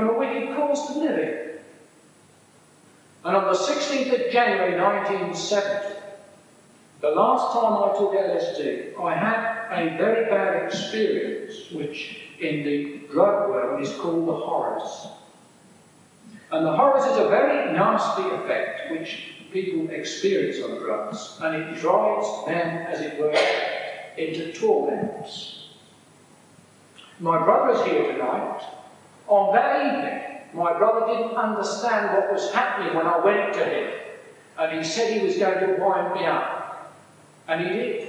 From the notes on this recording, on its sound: A sermon preach at Bierton Strict and Particular Baptists in June 1984